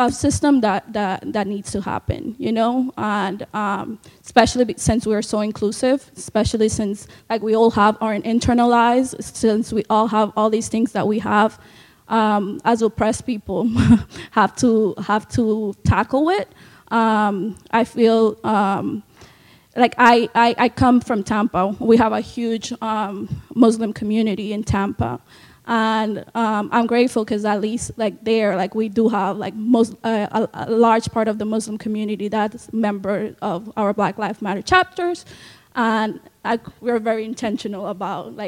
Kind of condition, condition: setting, large echoing room